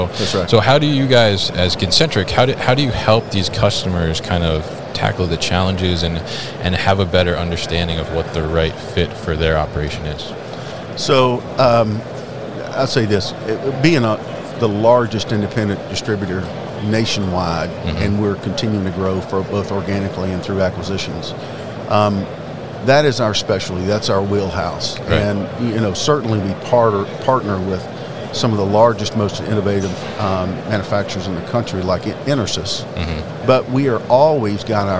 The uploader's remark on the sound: Concentric at MODEX 2022. Joined live at MODEX 2022.